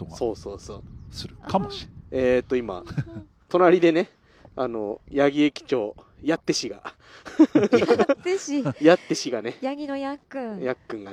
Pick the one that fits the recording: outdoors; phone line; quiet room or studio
outdoors